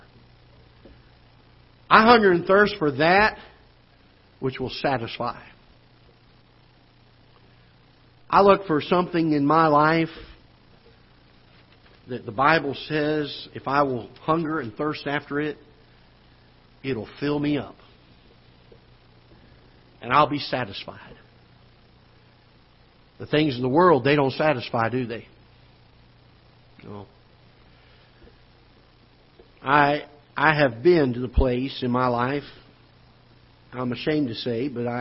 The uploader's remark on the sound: Ketha Heights Baptist Church ~ Live Broadcast.